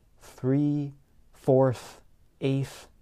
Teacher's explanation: You should not feel your vocal cords move when you make the th sound.